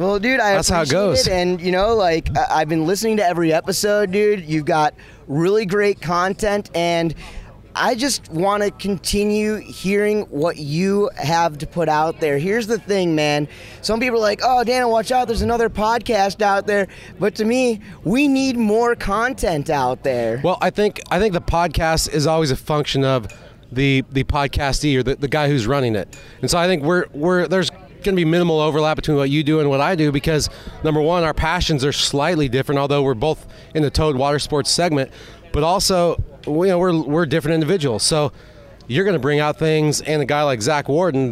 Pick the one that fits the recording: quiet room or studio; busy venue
busy venue